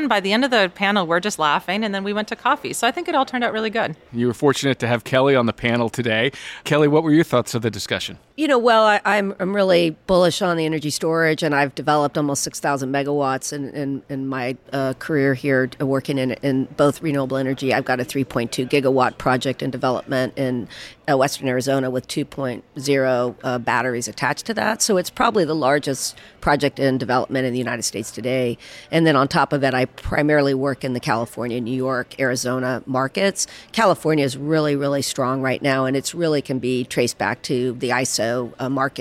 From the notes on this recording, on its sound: Live At The Solar & Energy Storage Summit. Was live in San Diego, bringing you highlights from each day of the conference.